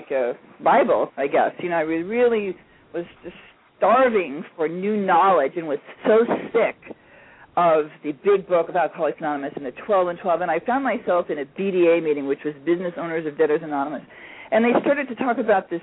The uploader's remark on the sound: Called in!